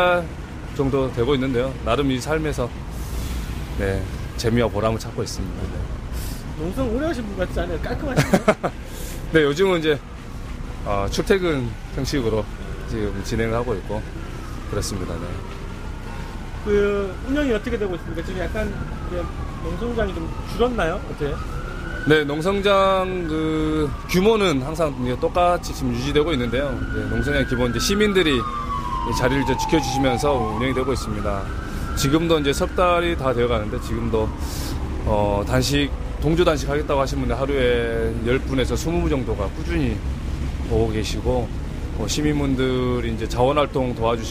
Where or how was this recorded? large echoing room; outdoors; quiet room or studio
outdoors